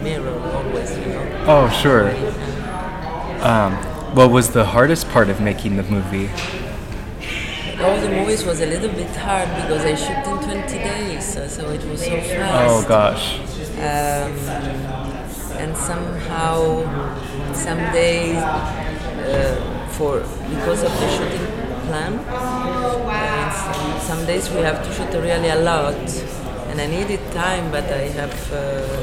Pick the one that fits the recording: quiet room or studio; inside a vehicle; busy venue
busy venue